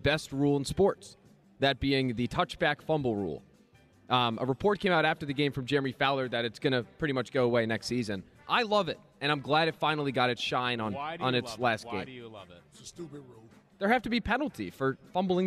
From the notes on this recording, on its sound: live from Chickies in South Philly